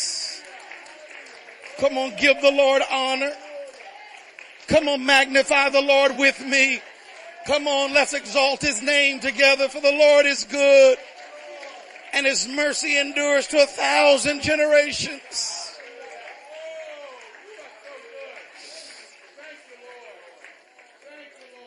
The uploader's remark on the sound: Recorded on 2016-10-23 at the 08:30am Service, also the 3rd day of PT's 2016 Fall Conference.